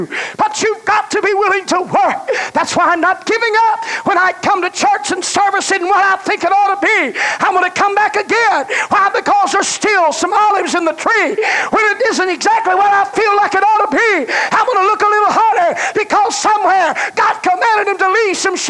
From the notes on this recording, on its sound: The message was preached at First Apostolic Church in North Vernon, Indiana, November of 1989.